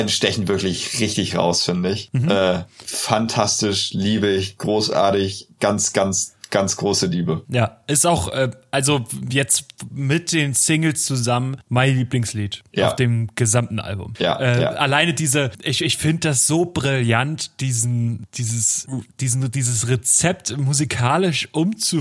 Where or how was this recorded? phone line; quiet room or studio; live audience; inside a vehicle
quiet room or studio